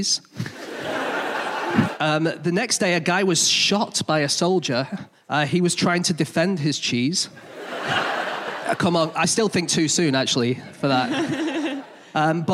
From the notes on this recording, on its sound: Live from Nottingham